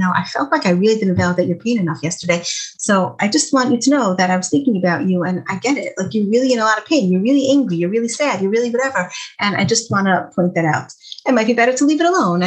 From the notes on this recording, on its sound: Zoom talk for teens given through Project Light.